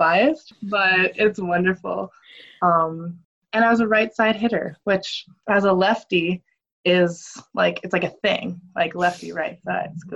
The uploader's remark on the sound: Bare with my zoom audio